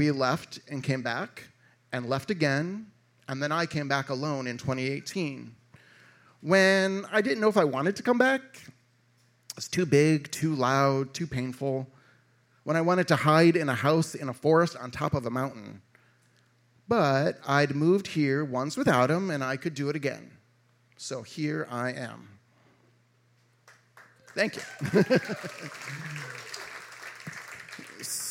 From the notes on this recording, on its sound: a live lit and music series recorded at Martyrs in Chicago's North Center neighborhood